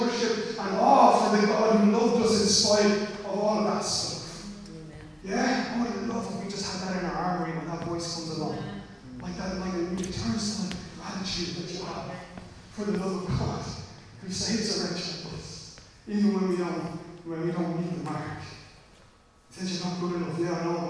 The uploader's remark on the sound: Recorded live at Liberty Church on 30 August 2020